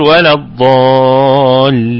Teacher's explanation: يبقى نقول ولا الضالين لين فقط، نحن هنأتي باللام، اللام ساكنة نعمل عليها ارتكاز نقلة فقط